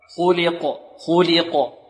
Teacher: الخاء مفخمة واللام مرققة والقاف ماذا؟ مفخمة ومقلقلة. خلق خلق، ونحافظ على كسر اللام، لا نقول خلق خلق خلي، لا خلي خلي، فرق بين خلي وخلي، خلق خلق خطأ، خلق خلق.